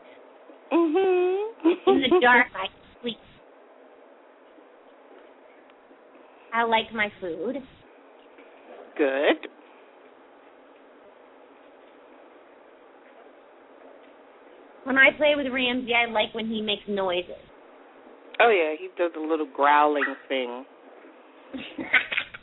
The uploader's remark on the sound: open up the lines for listeners to call